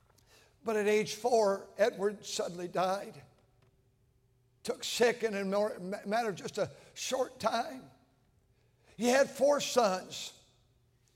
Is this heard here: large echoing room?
yes